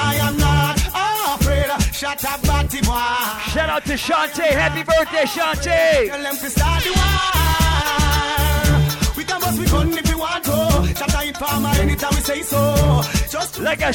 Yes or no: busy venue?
yes